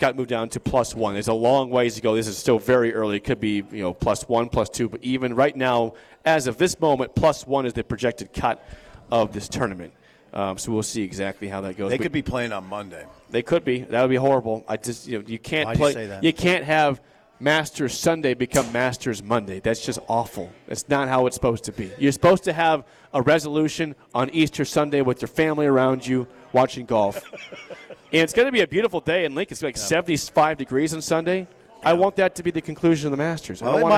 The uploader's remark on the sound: live from Double Eagle Golf!